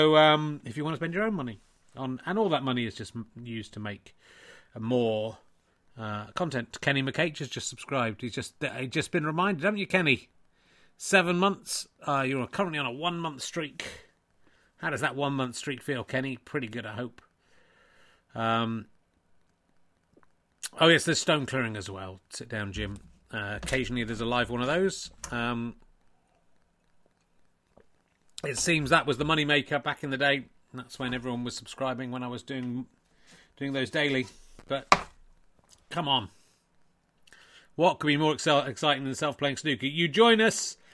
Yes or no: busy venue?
no